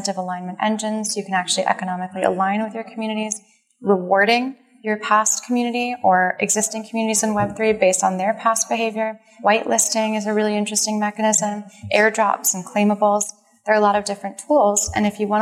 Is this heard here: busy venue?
yes